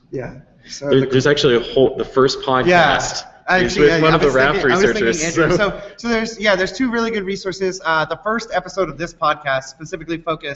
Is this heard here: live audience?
yes